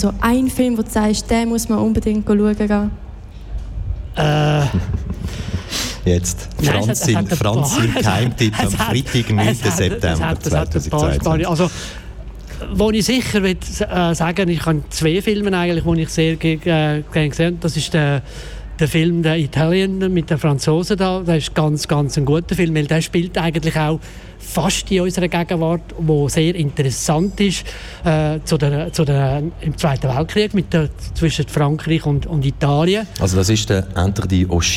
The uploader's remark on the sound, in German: Festivalausgabe live aus dem Merkerareal in Baden.